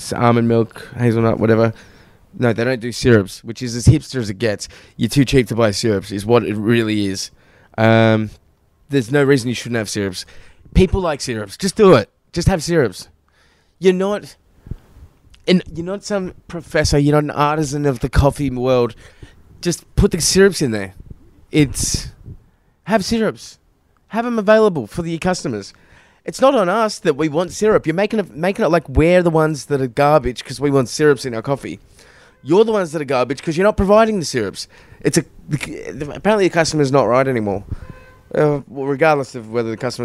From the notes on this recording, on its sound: Recorded outside in the sun shirtless, I get attacked by a wasp mid-pod.